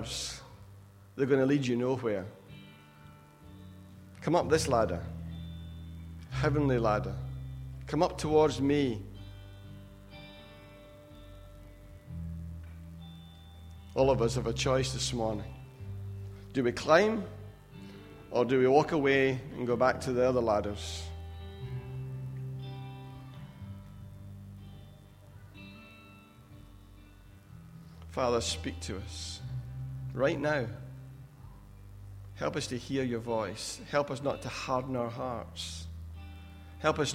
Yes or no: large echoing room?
yes